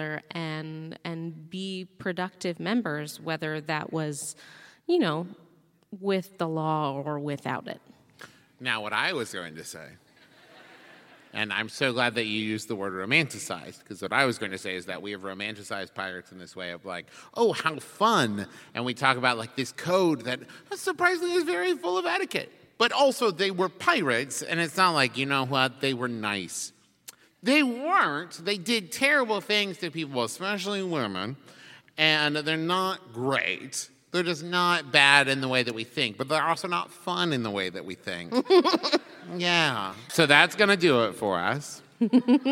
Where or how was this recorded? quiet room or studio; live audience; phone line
live audience